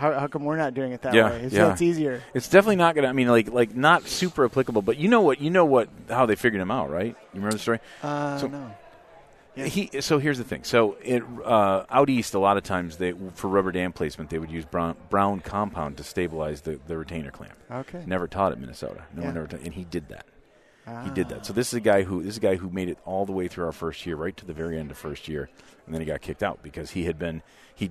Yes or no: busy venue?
yes